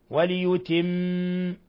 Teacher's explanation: ميم مشددة تغن مقدار حركتين، وليتم، وإذا وصلناها وليتم نعمته عليكم.